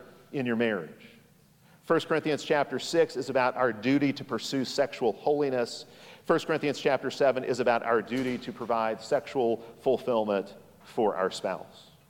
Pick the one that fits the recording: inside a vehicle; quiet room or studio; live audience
live audience